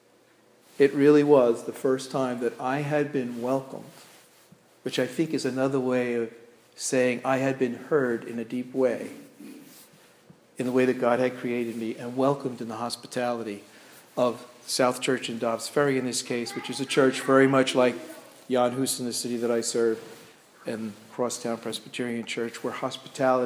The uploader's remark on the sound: This sermon was delivered at Crossroads Presbyterian Church in Waterford, CT.